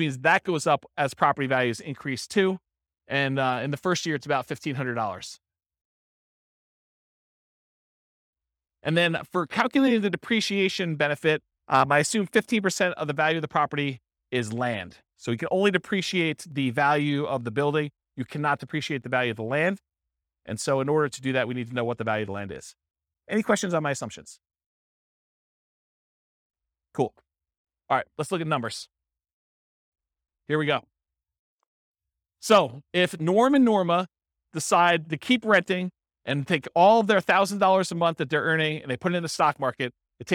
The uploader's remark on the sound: This was a live class recorded